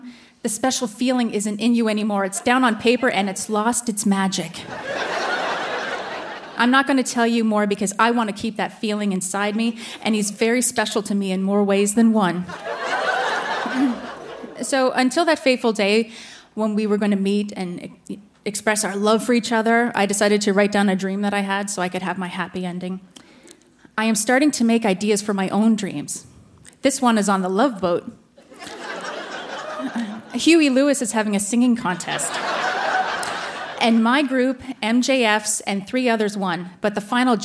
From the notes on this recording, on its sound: Recorded live at the Rio Theatre in Vancouver.